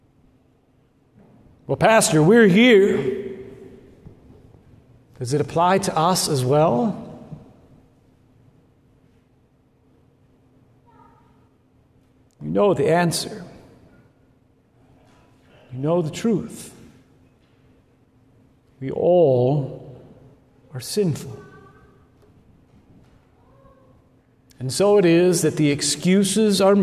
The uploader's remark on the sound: at Good Shepherd Lutheran Church Lincoln NE